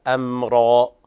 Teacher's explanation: أمرا، والراء مفخمة، والألف تبدل مد عوض عن التنوين محذوف، تقد مقدار بمقدار حركتين هكذا، أمرا فقط، لا يقول الإنسان أمرا، هذا لحن طبعا، لأن الألف تمد مد طبيعي عند الوقف عليها عوض عن التنوين المحذوف